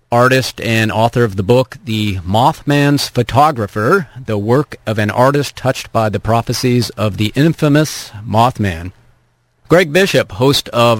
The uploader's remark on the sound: call in from you-would-not-believe-where